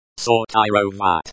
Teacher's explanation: The stress is on the third syllable, ro. The R is pronounced with a slight trill, similar to the R in Spanish.